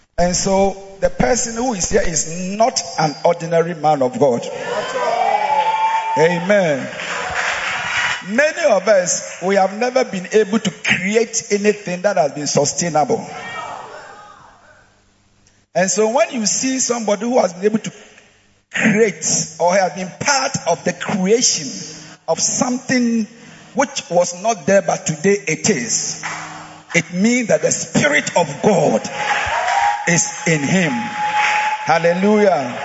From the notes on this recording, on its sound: Preached at the Proton Convention Day 1 - Makarios Church, Ashaley Botwe